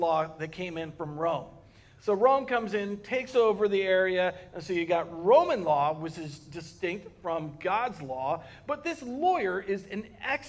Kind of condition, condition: setting, large echoing room